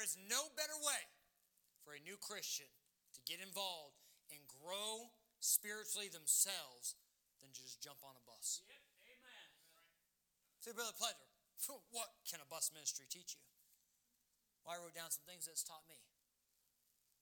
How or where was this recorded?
large echoing room